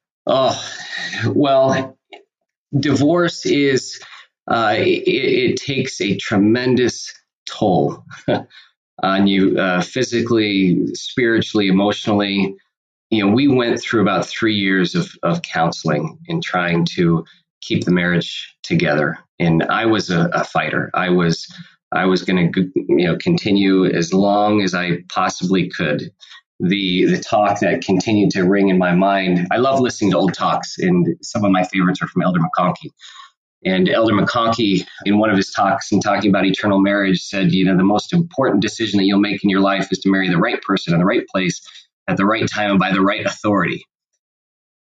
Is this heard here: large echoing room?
no